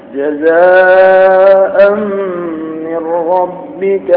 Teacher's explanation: جزاء من ربك عطاء حسابا جزاء مد جزاء من اربع حركات مد متصل ويمد وجوبا لمقدار اربع حركات